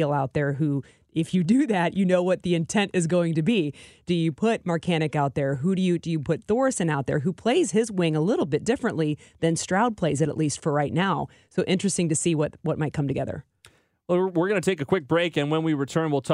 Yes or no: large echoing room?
no